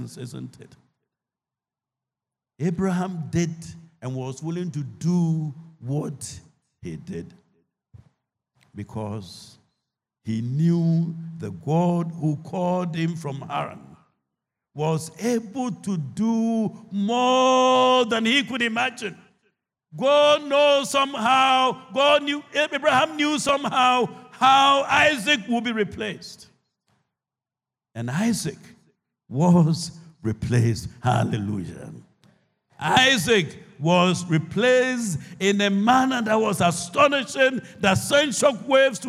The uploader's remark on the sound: Sermon preached at CBC Shiashie Campus